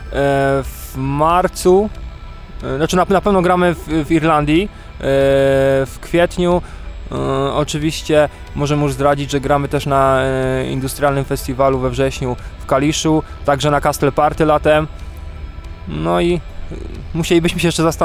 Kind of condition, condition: setting, busy venue